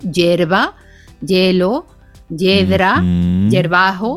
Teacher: ese sonido IE a veces se pronuncia como Y